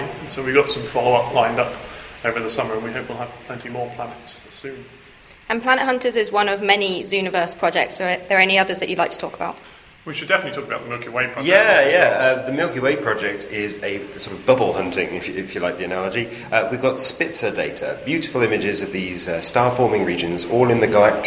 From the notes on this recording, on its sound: We bring you four bite-sized chunks of the National Astronomy Meeting in Manchester, recorded each day during the conference. Joint UK-Germany meeting.